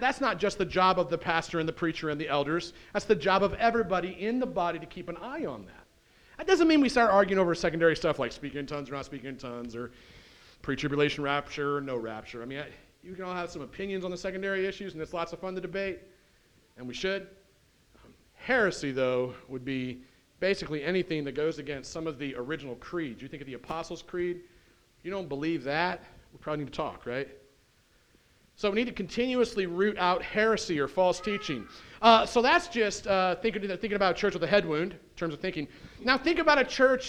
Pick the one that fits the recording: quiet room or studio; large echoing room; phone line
large echoing room